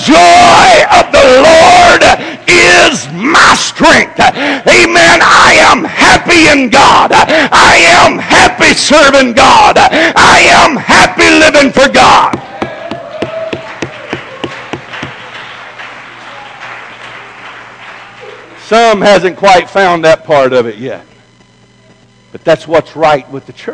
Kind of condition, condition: setting, large echoing room